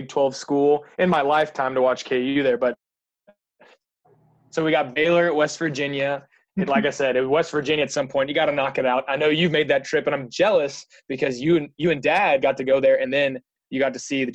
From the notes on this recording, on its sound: zoom together